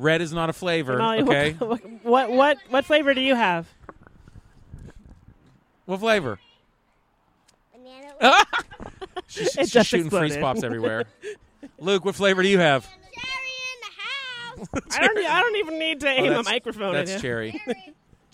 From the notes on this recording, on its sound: on the porch to enjoy the spring weather, the kids playing outside